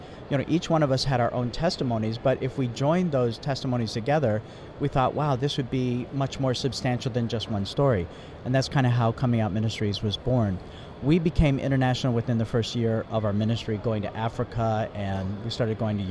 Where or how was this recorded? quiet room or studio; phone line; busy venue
busy venue